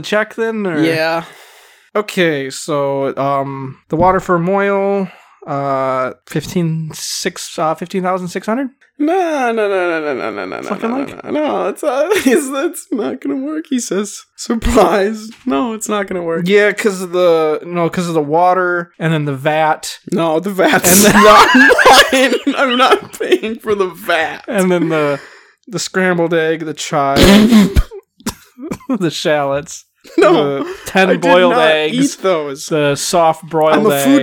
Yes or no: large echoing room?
no